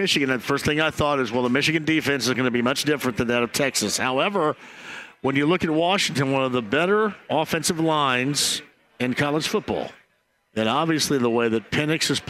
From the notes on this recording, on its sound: kicks off the show LIVE from Crafters in Carmel